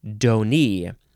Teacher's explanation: Donnie is next, with the emphasis on the second syllable, D-O-N-E-E, Donnie.